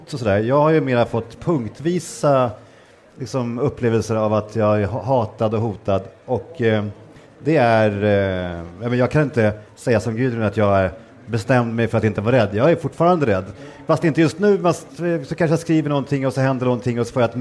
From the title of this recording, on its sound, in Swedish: Live från Almedalen